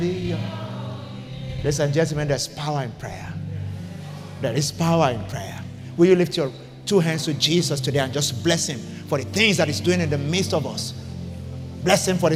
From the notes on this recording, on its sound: The church is based in Nigeria with multiple expressions in Lagos. Venue: PISTIS Conference Centre, Jakande, Lekki, Lagos.